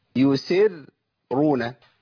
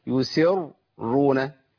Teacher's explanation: الراء المشددة الراء الاثنين الساكن والمتحرك يفخمه · Shown in: second take